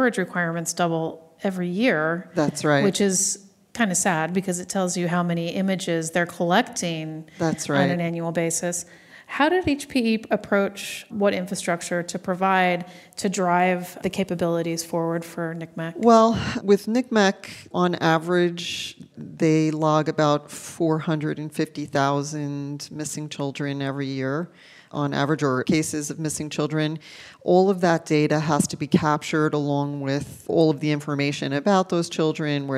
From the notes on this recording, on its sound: joins us live from HPE Discover 2017